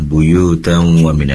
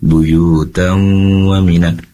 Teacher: ketika ada tanwin bertemu dengan waw atau dalam hal ini idgham bi gunnah, maka kita fokusnya pada gunnah atau dengungnya · Shown in: second take · bukan fokus kepada tasydid, walaupun ada sebagian mushaf tertulis di atas waw itu ada tasydid.